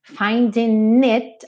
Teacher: ele realmente pegou o N do finding, como o G não é pronunciado, e juntou no it